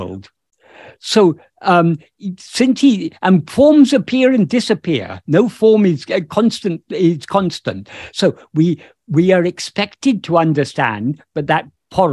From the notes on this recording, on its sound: In a Zoom meeting with Sri Ramana Center, Houston, on 5th November 2022